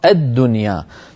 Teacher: والدنيا اللام هذه شمسية لا تلفظ